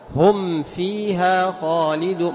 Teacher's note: هم فيها خالدون، هكذا هم فيها خالدون، ما نقول هم فيها، لا تخفي الميم انتبه، واحذر لدى واو وفاء أن تختفي. طيب هم فيها تظهر الميم تعطيها صفة التوسط · Term: إظهار الميم